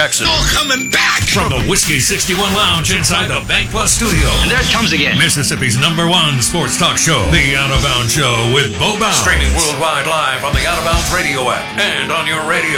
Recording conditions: phone line